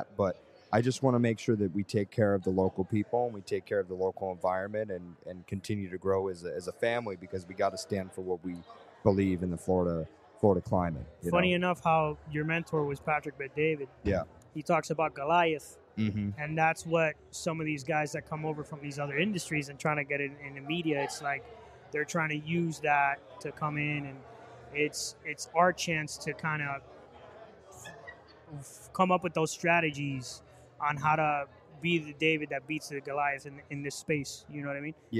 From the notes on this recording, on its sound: Recorded during a special event during Art Basel Miami, we come to you from The Museum of Grafitti. In a special collaboration with Nucleus hub.